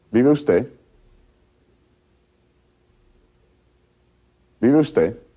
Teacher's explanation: the E of vive and the U of usted are said very fast